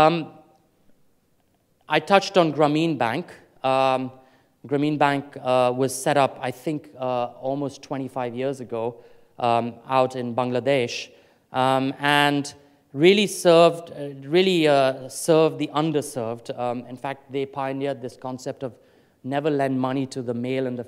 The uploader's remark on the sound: Afrikoin Cape Town 2014 Opening Keynote